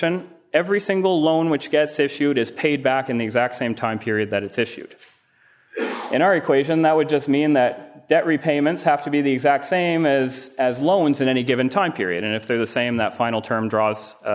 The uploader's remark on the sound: Presented at the Austrian Economics Research Conference. At the Ludwig von Mises Institute in Auburn, Alabama.